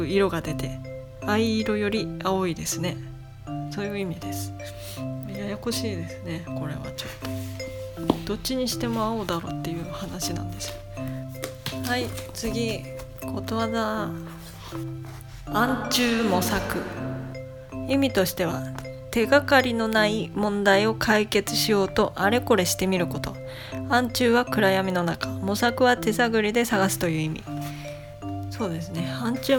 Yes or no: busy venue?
no